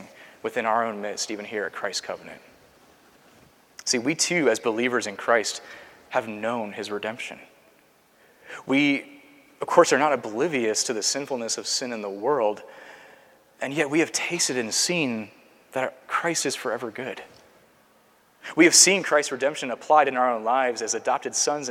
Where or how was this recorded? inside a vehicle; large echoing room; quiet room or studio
large echoing room